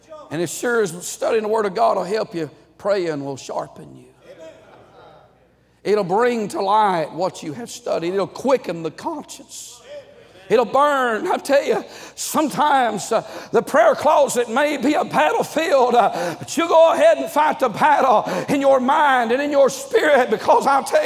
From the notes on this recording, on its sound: during the Monday Evening service of the 38th Annual National Pastors' & Workers' Conference in Santa Clara, California